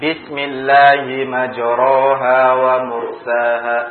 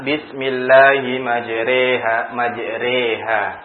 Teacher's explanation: Antara fathah dan kasroh itu namanya imalah. Bunyinya E. · Shown in: second take